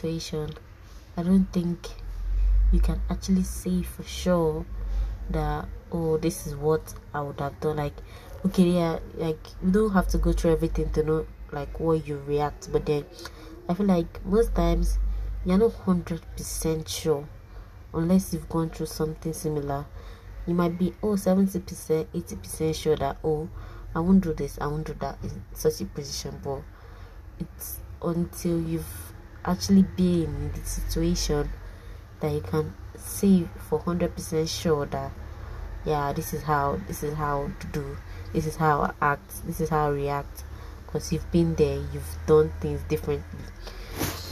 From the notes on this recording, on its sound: While recording this , I wasn't sure I was going to post it because it wasn't planned properly and then the background noise.